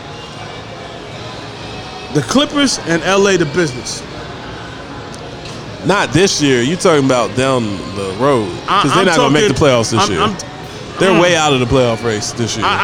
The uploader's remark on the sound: Live From Dave & Busters